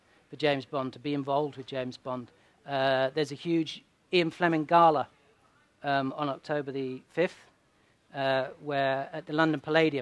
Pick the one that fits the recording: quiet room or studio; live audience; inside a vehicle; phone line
live audience